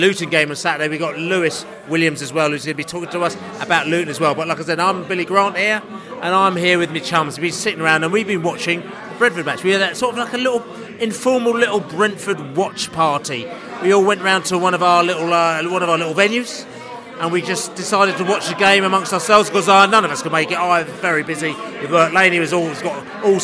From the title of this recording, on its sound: podcast from the pub